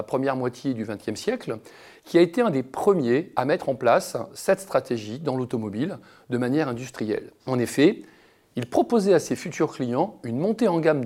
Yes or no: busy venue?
no